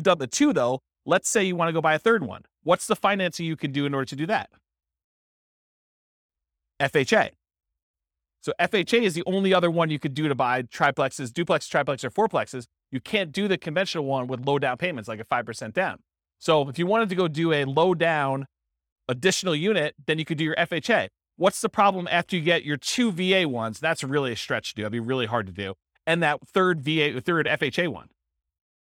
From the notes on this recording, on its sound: This was a live class recorded